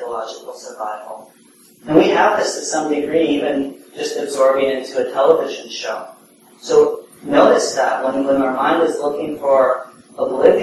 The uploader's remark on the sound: (Common Ground Meditation Center) Please note the audio quality is somewhat poor.